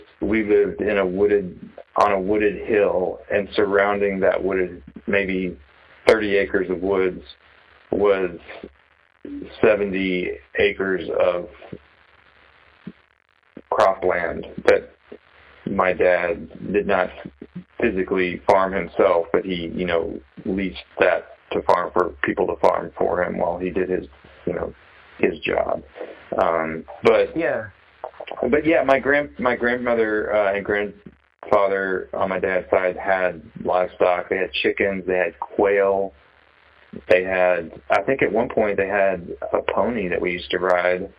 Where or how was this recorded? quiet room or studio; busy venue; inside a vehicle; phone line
phone line